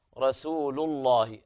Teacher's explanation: أما اللام في لفظ الجلالة مفخمة لأنها سبقت بضم